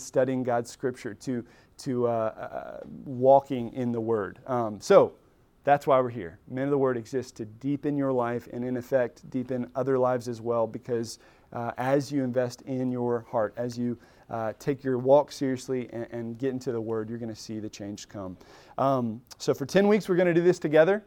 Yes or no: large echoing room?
yes